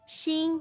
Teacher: I don't want to say monotone exactly, but it is one straight tone